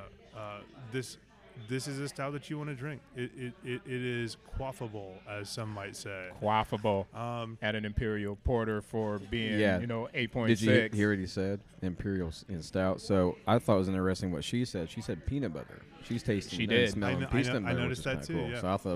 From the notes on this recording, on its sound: LIVE at The Sinkhole. A live recording of The Mo Head Y'all Show at The Sinkhole Craft Beer Bar in Bloomington, IN!